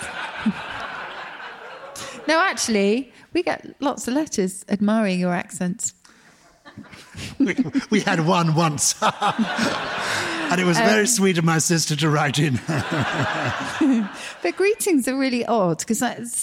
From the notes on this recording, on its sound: For the second of our live shows in front of a wonderful audience of Purple People. We take lots of questions from the lovely listeners in the room.